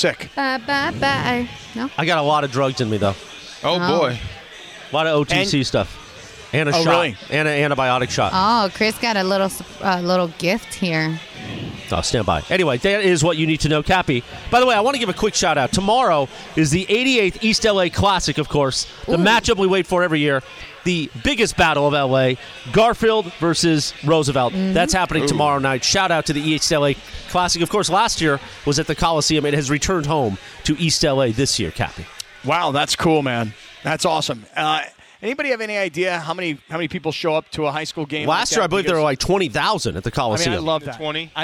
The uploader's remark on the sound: live from Yaavama